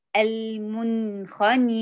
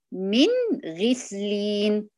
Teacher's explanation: النون تلتصق باللثة العليا بحركة واحدة وتنطق النون واضحة وظاهرة · Term: مظهرة